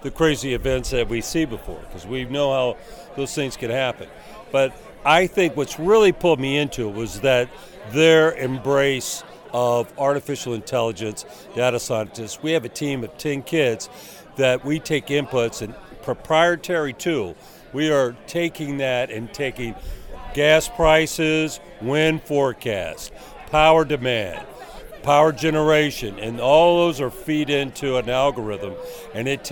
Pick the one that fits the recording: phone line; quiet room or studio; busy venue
busy venue